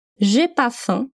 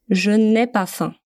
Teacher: dans le langage parlé, c'est très courant de ne pas prononcer ce ne · Shown in: first take